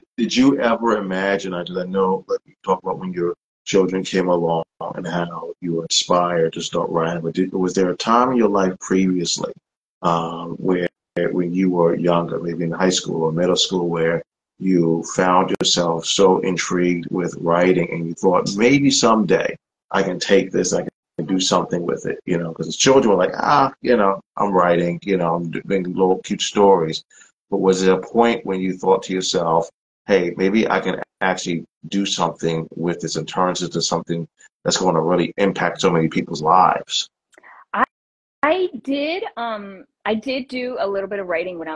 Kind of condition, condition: link, video call